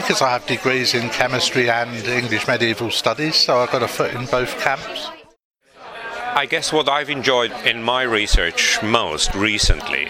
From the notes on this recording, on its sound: Reporting from the 2nd International Conference on Science and Engineering in Arts, Heritage and Archaeology. Location: University of Oxford, School of Geography and the Environment. Thanks to all delegates who participated in the recording.